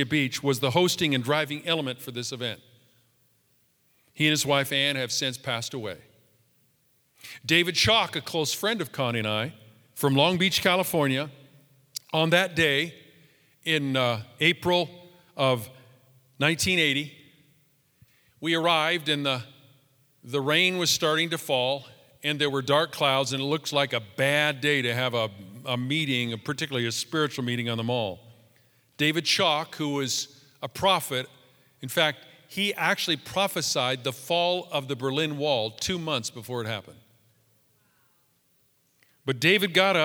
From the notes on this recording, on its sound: Live from our in Person 11am Service on October 04, 2020